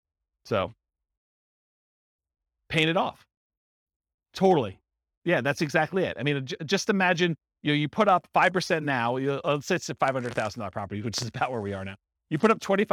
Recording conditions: live audience